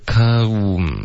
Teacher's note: 这个呜的音一定要发出来，再来这个嗯的鼻音